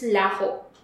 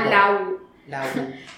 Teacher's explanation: Lawu in Kapampangan because we don't pronounce our H's. · Shown in: second take